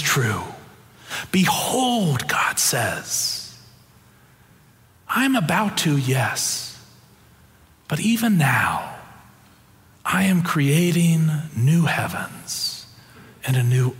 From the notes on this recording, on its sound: Preached on November 13, 2022 for our Sanctuary worship service